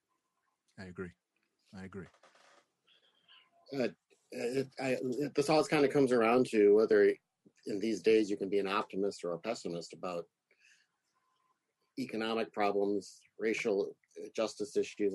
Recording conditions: video call